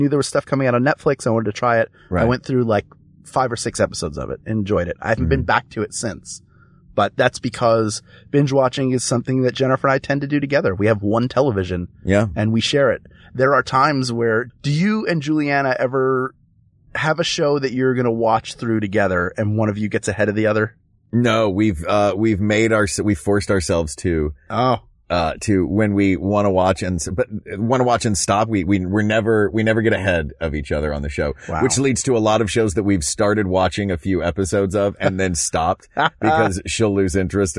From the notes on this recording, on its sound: Recorded from the backseat. Fight through oppressive heat and stuffiness.